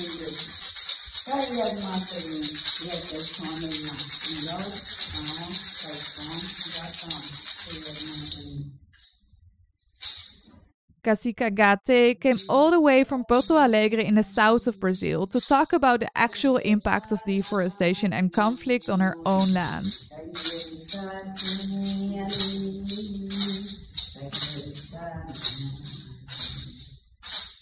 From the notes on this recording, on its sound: Sounds extracted from her intervention at an event organised by the organisation Espírito Mundo on October 25th in Brussels.